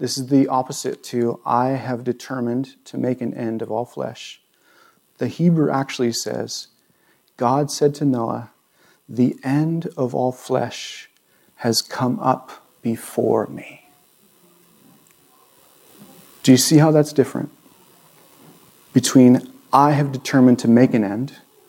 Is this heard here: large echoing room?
yes